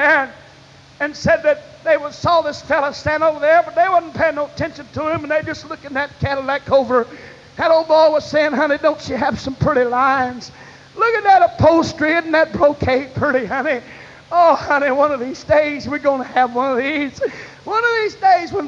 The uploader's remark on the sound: This evangelistic message was preached at First Apostolic Church in North Vernon, Indiana on March 22, 1989.